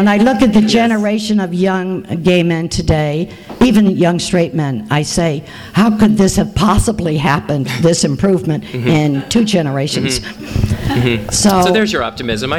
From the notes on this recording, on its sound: THIS EVENT WAS RECORDED LIVE AT SKYLIGHT BOOKS.